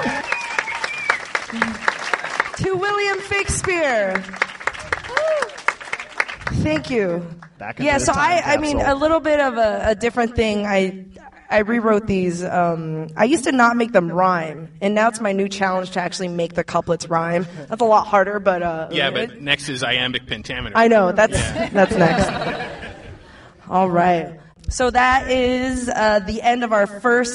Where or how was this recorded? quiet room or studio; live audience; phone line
live audience